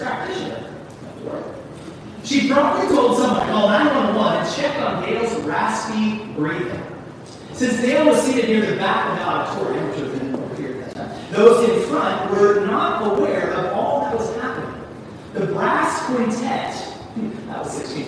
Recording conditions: poor sound quality